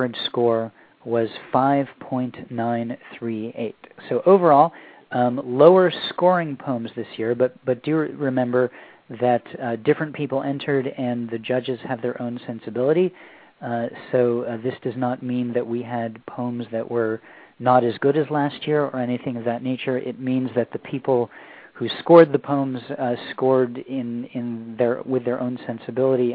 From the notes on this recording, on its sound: We also had several poets who scored in the top 10 spots call in and share their winning poems after their names were announced.